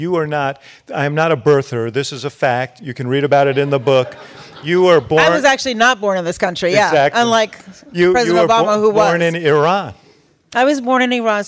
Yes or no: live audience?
yes